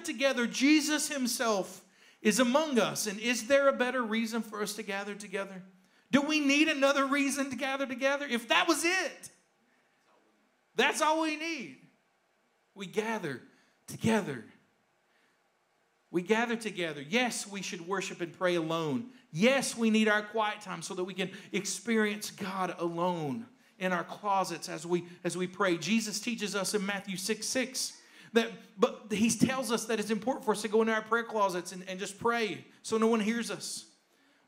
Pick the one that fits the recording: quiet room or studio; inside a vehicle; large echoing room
large echoing room